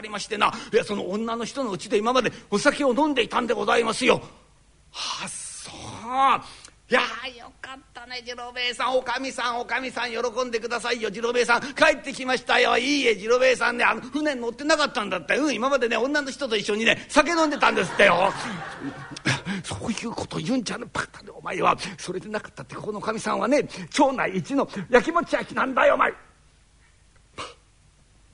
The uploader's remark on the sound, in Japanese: 築地本願寺・ブディストホールにて収録した